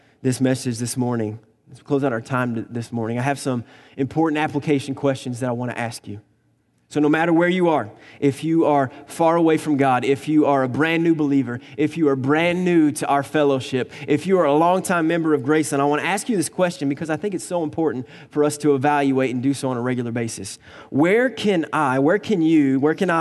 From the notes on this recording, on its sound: Recorded on August 25, 2019 at Graceland Baptist Church in New Albany, Indiana.